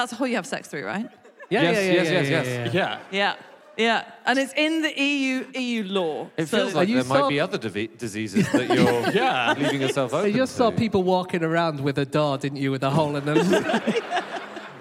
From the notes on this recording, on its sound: Live from Bath